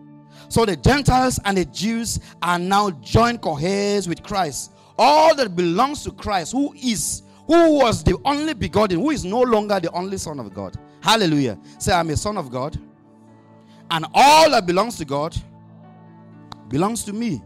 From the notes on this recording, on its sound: Audio recording of the sermon